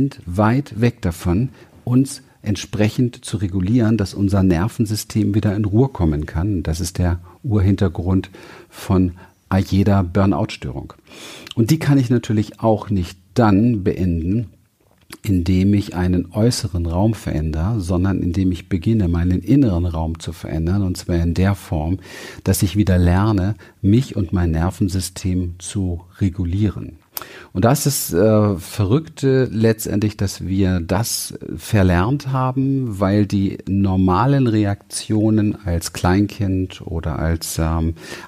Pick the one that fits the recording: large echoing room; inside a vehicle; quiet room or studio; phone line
quiet room or studio